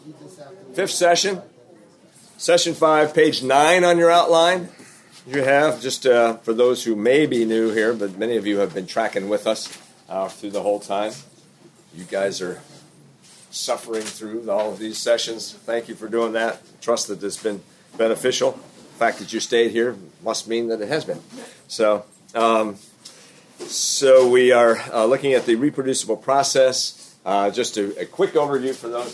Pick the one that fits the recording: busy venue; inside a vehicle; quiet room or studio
busy venue